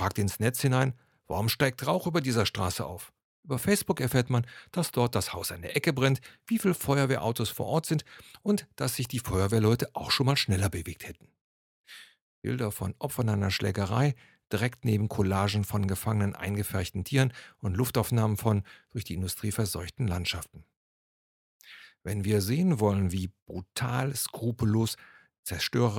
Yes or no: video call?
no